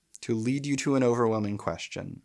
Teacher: To lead you to an overwhelming question is a line of iambic pentameter. But it's 11 syllables, so it has an extra unstressed syllable. And in fact, the last 2 syllables of this line are the word question.